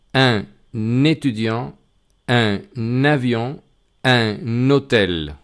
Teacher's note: Ven que añado una N al principio del sustantivo.